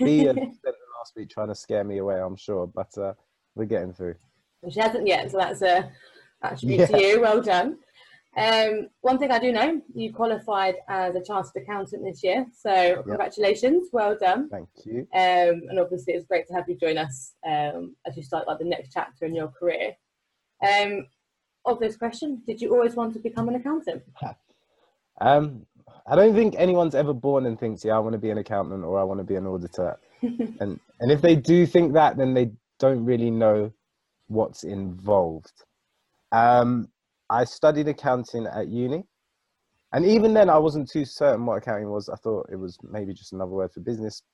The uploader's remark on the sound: we took the opportunity to have a little Zoom catch up